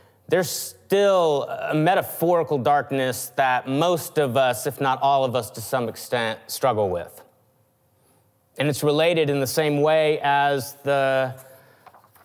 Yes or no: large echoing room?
yes